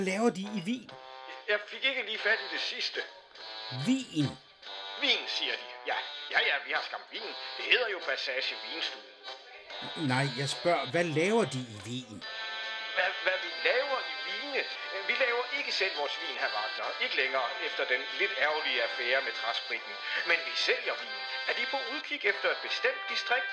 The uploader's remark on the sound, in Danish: Bringer vi her et særafsnit optaget online og på vores egne mikrofoner og mobiltelefoner.